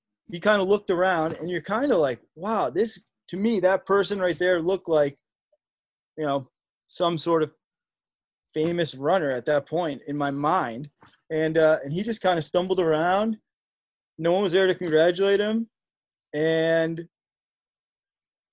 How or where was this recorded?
video call